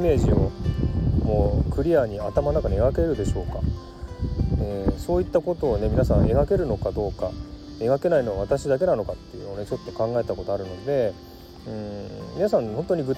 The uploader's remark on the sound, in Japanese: 蝉の声、水の音、ボートの音をBGMに収録してみました。オーストラリア #シドニー #生トーク #環境音 #ASMR #入江。Stand.fm。